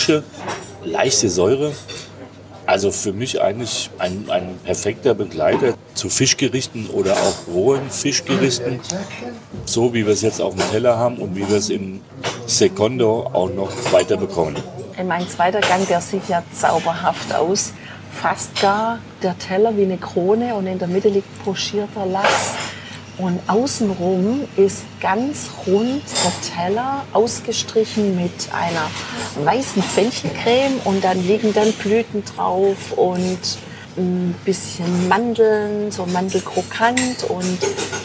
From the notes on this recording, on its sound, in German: Ein sterneverdächtiges Fischmenü direkt am Ufer und Blick aufs Meer haben wir bei Da Gianni in Torre Mozza genossen. Haben wir für dich live beim Essen eingesprochen!